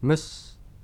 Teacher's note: 小さいシ、シを声を出さずに発音する音です。ハエという意味のムッシュ、むし、むしではなくむしという音です